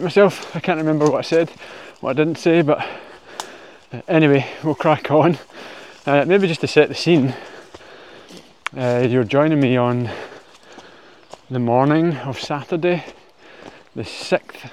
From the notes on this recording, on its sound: responds "live" from the trail